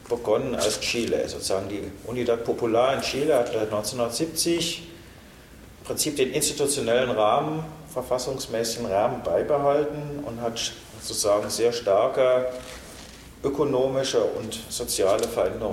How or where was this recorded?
live audience